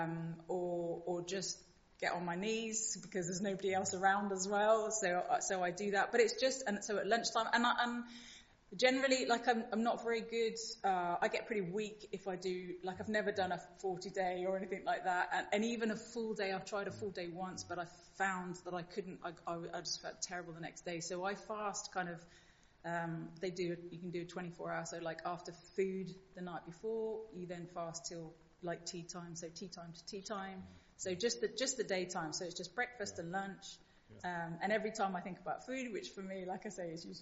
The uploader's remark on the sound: Recorded at the 10:30 service on Sunday 5th March 2023 at St Andrew’s Church